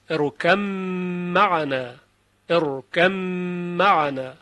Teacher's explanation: به لحاظ اینکه با ساکنه و با میم به لحاظ مخرج بسیار نزدیک هستند و این ادغام انجام میشه